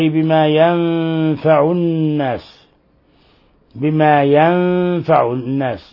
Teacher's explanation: نون ساكنة جاء بعد حرف الفاء، الحكم التجويدي إخفاء حقيقي